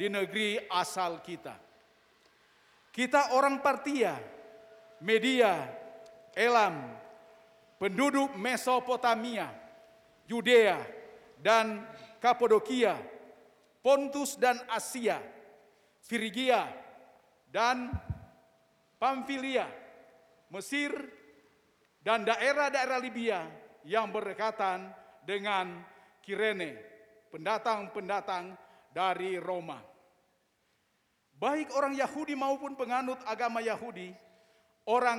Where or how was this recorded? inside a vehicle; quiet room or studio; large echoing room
large echoing room